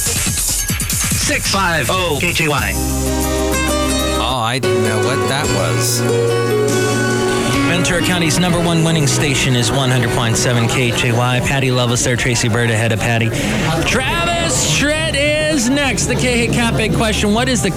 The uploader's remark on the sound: podcasts live from Café Anyway